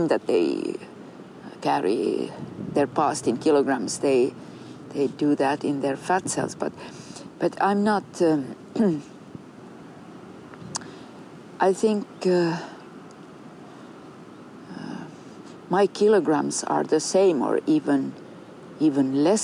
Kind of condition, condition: setting, outdoors